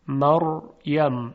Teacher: مریم حرف را ساکن هست، قبل از اون فتحه قرار داره. مریم حرف را طبیعتاً تفخیم میشود، یعنی ما نمیتوانیم بگوییم مریم، یعنی عرب برای اون خیلی سخت هست که این کار رو انجام بده.